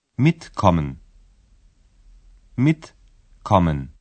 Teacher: A sílaba tônica é a primeira, ou seja, a acentuação da palavra é no começo.